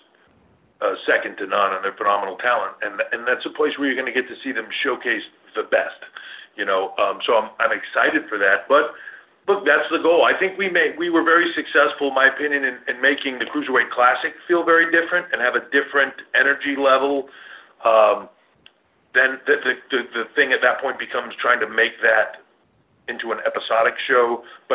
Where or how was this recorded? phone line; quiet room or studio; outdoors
phone line